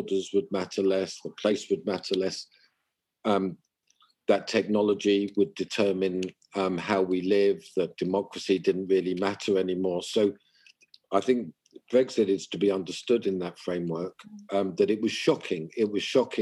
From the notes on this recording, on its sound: Sorry for any issues with the quality of audio this time as we continue to record over zoom.